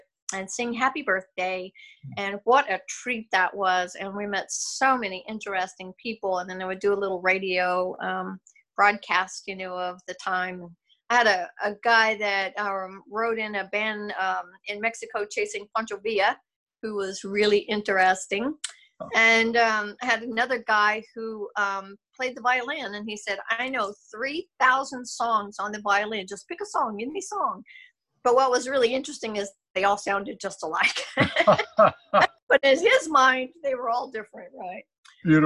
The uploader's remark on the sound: When we did our Zoom interview